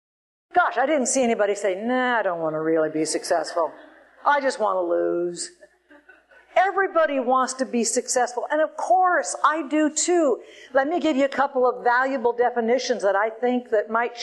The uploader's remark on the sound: Recorded live